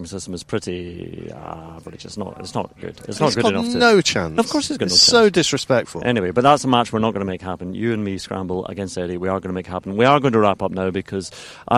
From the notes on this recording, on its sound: The inaugural in-person pod. Together at the BMW PGA Championship at Wentworth for the pro-am day, recording the show in between the first tee and the practice putting green.